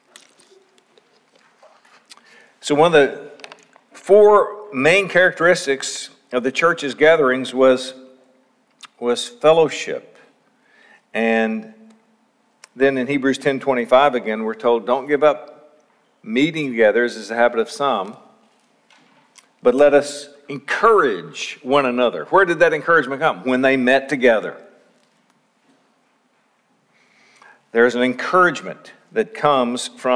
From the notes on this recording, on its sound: Session 1 of Lakeside Bible Church's 2019 Spiritual Life Conference.